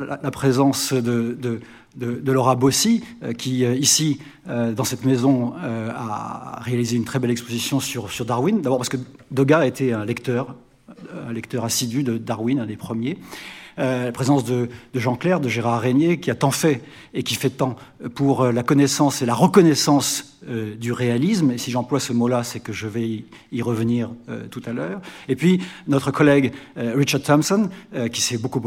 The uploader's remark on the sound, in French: Exposition "Manet/Degas" - Conférence. Enregistrement de la conférence inaugurale du 14 avril 2023.